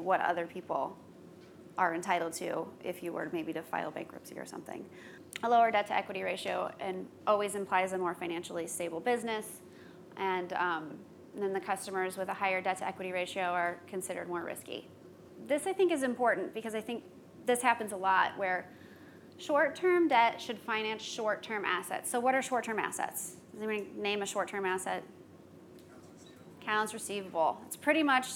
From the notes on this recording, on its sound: Today's skucast episode was recorded at skucamp